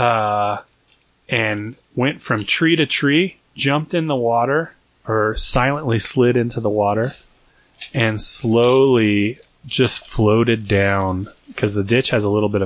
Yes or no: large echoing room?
no